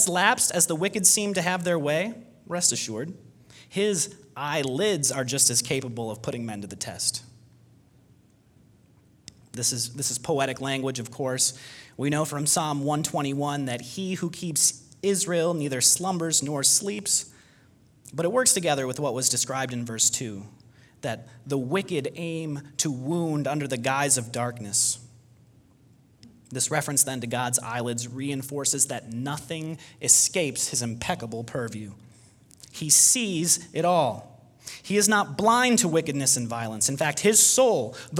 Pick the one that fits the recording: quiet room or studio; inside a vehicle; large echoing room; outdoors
large echoing room